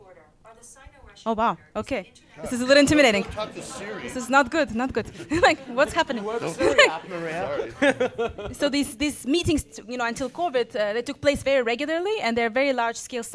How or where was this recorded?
live audience